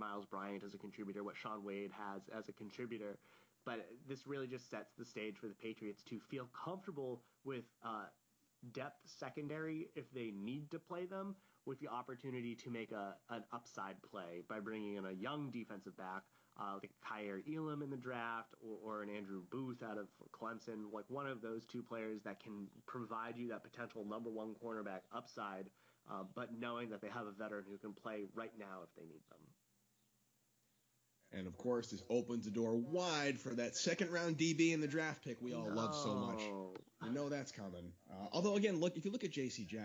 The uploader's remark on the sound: Audio is quieter on this podcast, as a heads up!